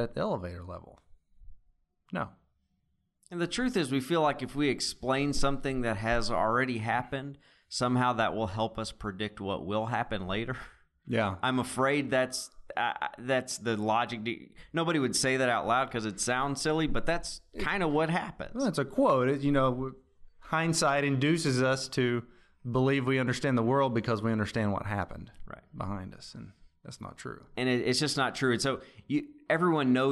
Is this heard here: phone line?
no